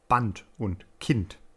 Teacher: Dies sind geschlossene Silben, also ein Wort, das nur aus einer Silbe besteht, und sie enden mit einem Konsonant. Man merkt, dass der Mund oder die Lippen wesentlich gespannter sind als bei dem Wort loben · Term: eng und gespannt